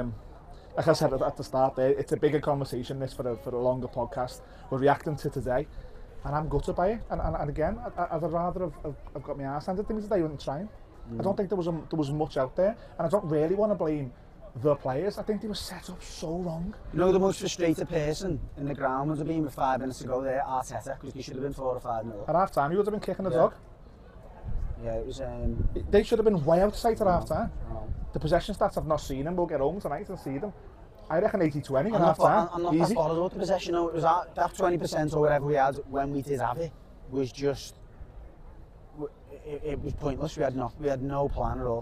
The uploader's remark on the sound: live from Goodison Park